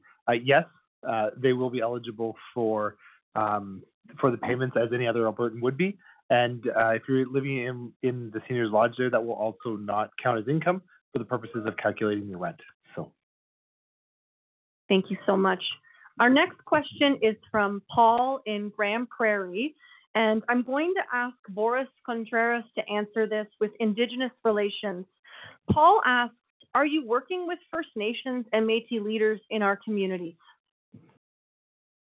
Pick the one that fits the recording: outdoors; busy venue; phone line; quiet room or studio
phone line